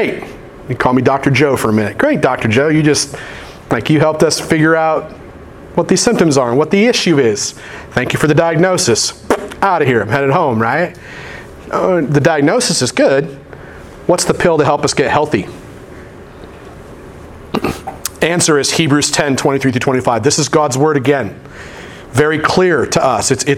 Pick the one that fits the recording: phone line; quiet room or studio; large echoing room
large echoing room